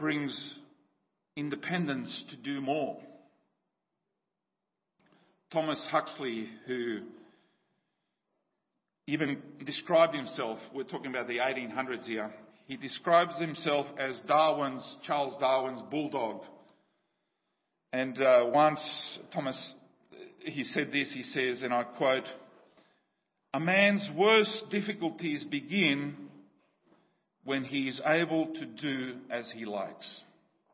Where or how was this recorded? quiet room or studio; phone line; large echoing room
large echoing room